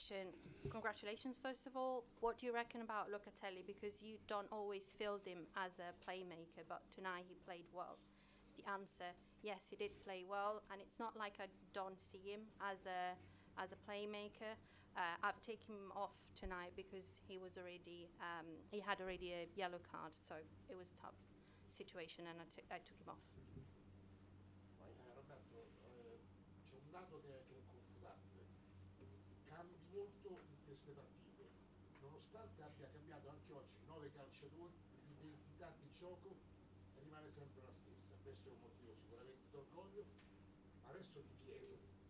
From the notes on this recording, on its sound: Post match press conference with Italy manager